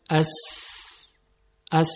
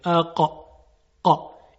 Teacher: سین صداش پرش نداره، پرتاب نمیشه، بلکه به صورت ساکن تلفظ میشه، اما قاف پرتاب میشه · Term: قلقله